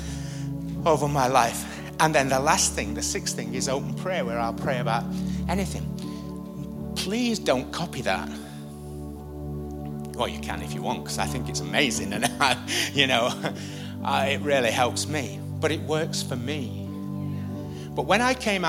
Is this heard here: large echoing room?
yes